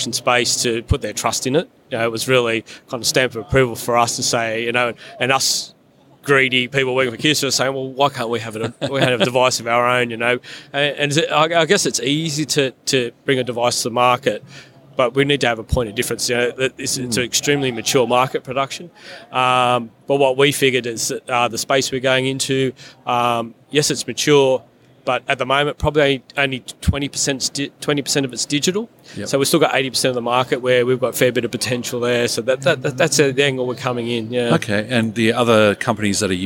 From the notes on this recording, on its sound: Incorporating extracts from some of the 34 interviews that Print21 livestreamed from the exhibition floor.